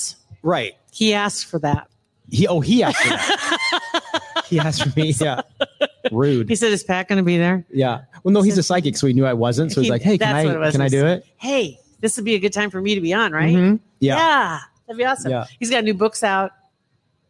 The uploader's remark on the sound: Another fun LIVE podcast recording at Hurrdat Sports Bar !